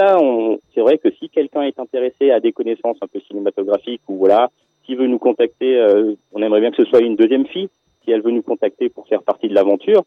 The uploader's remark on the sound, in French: La radio Strasbourgeoise RBS nous a convié à une interview très sympathique. Pour respecter le protocole sanitaire en vigueur, l'interview s'est déroulée en distanciel par téléphone.